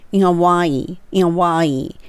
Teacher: 結構つながると音が消えて、アワイに聞こえるんですよね